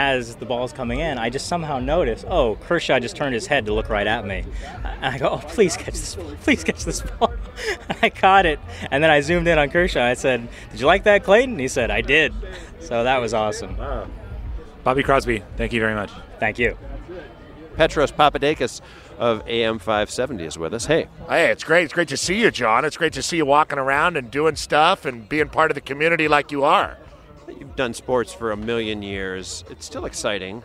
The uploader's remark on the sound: recorded at the 2015 Dodger home opener